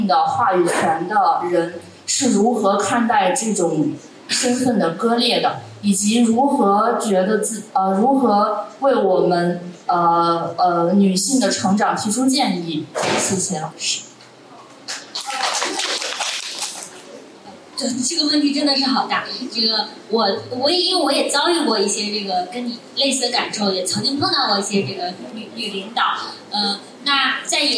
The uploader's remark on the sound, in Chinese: 现场观众写的纸条